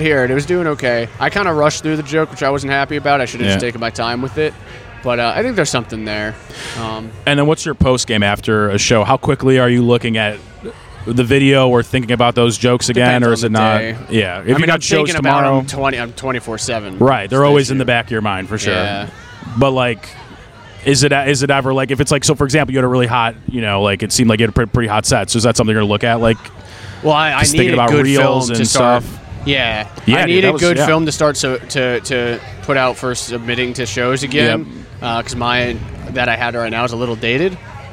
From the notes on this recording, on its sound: recorded outside the free comedy showcase at Max's Taphouse August 28th, 2022